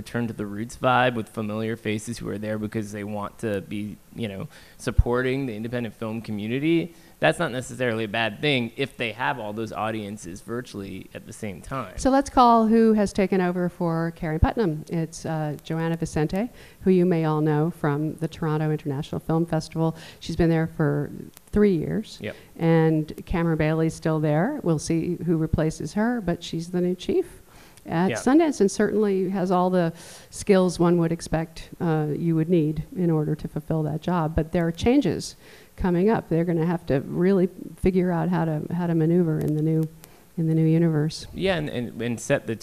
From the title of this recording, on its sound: Live From NYFF